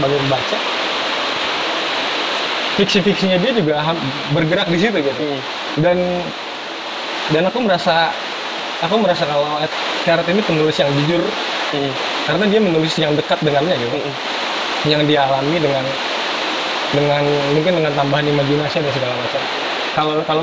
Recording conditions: background noise